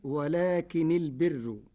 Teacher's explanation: قرأ ورش كلمتي ولكن البر بتخفيف النون ورفع راء البر مع ترقيقها. ووجه تخفيف ولكن للاستدراك، ورفع البر للابتداء فتصير ولكن البر.